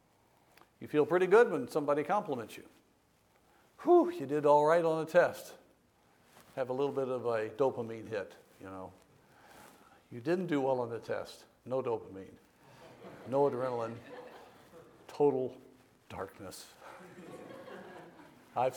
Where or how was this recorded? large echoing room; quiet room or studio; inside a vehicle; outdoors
large echoing room